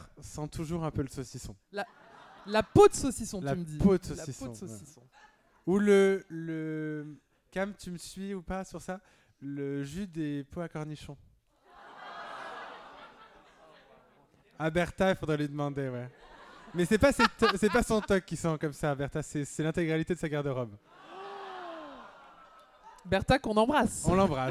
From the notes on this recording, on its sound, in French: Enregistré Absolument Fabuleuses en public. Pour ce dernier épisode live.